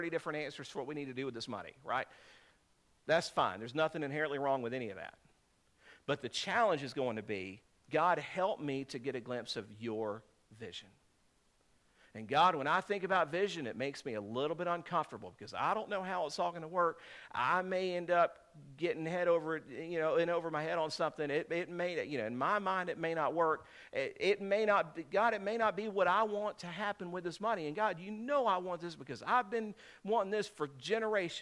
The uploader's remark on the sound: This is a sermon I preached on 7/30/2023